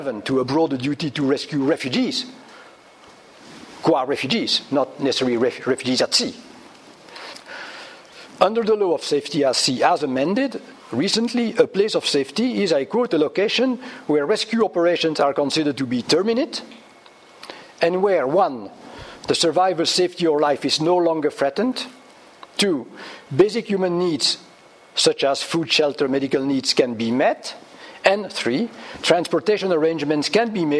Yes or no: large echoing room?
yes